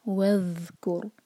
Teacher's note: حمزۃ الوصل یہاں پر پروناؤنس نہیں ہو رہا کیونکہ اس سے پہلے وا آ گیا، تو واؤ کو سیدھا ذیل سے جوڑیں گے، وذکر. اور ذیل ساکن پر ہم تھوڑا سا ٹائم دیتے ہیں، جس کو رخاوا کہتے ہیں، اس کو جلدی نہیں پڑھنا، وذکر نہیں کہنا، وذکر. · اور ذیل ساکن پر ہم تھوڑا سا ٹائم دیتے ہیں، جس کو رخاوا کہتے ہیں، اس کو جلدی نہیں پڑھنا، وذکر نہیں کہنا، وذکر. کیف کے اوپر ضمہ اور را ساکن ہیوی ہوگا کیونکہ را ساکن سے پہلے ہے ضمہ